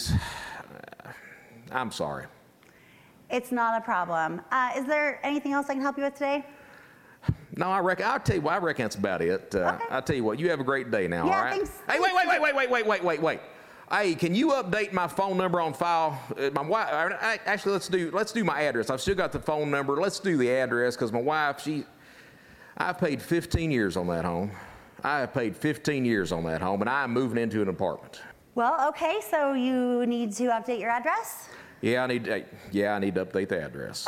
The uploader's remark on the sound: LIVE from CNP Expo 2019! A live recording in front of hundreds of online fraud professionals. We hear from two unassuming audience members.